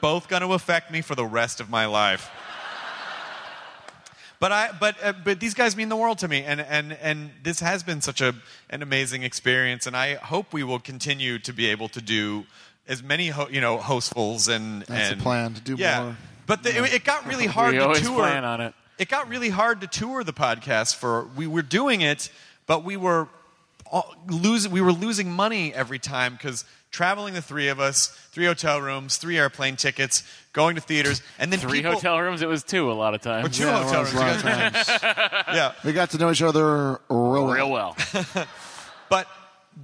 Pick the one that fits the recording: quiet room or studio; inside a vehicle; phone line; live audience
live audience